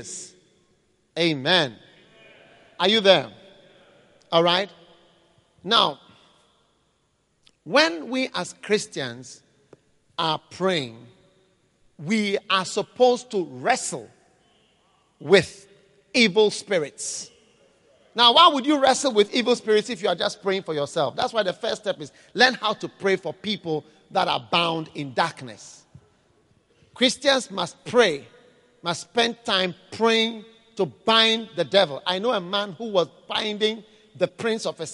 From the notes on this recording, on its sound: Preached at the Tuesday Service, Qodesh, February 2013.